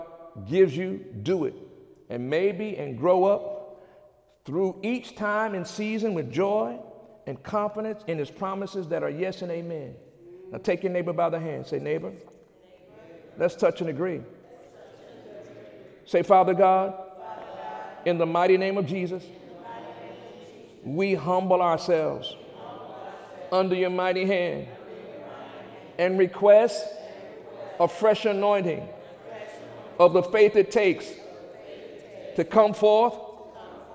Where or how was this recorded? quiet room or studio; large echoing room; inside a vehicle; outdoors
large echoing room